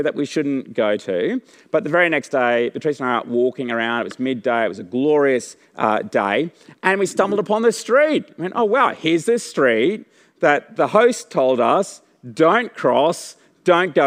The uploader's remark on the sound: The audio recording this week comes from the 6PM service.